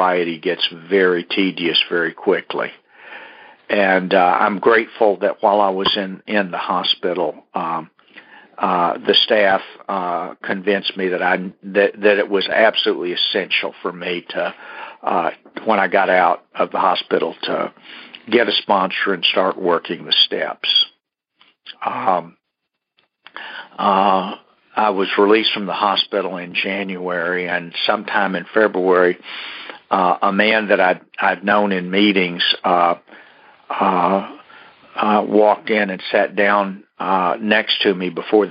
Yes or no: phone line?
yes